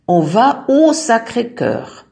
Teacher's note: Also A plus le verschmilzt zu O. Geschrieben wird's A-U, gesprochen wird's aber O.